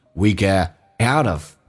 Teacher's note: 还有一种方式就是 get 的 t 不发音， we get outof，尤其强调 out 这个单词， we get out of life just what we put intoit。